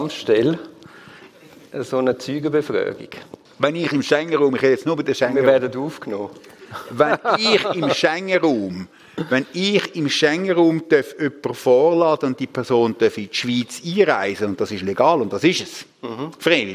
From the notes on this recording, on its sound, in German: Im Live-Podcast im Dolder Grand in Zürich